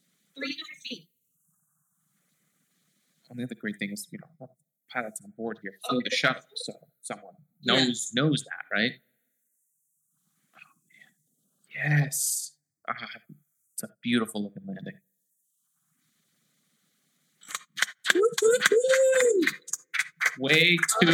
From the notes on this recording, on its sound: Apologies for any sound issues, I introduced a new microphone